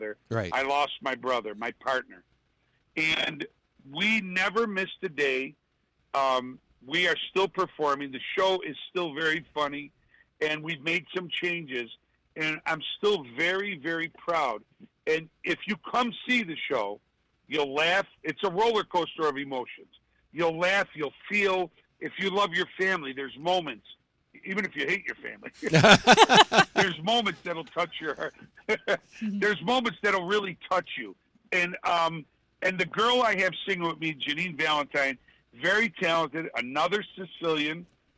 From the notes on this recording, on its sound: Special guest joining by phone